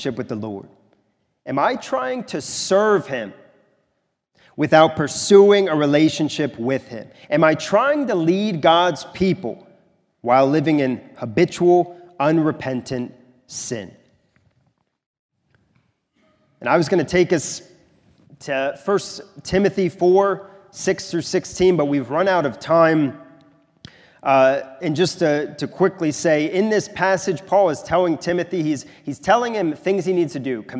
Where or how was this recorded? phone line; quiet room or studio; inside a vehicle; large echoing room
large echoing room